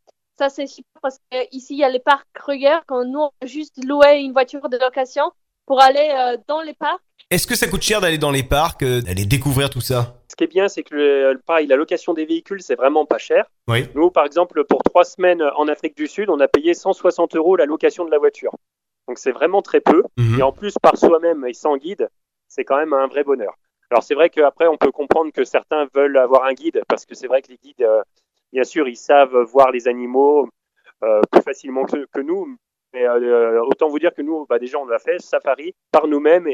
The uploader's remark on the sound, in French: J'ai eu la chance d'avoir par téléphone.